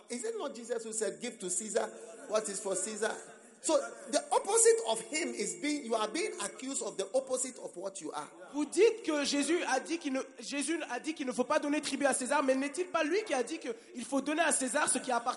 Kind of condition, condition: setting, live audience